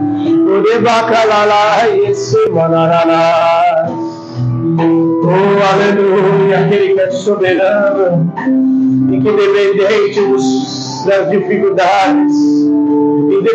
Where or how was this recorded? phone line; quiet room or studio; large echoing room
large echoing room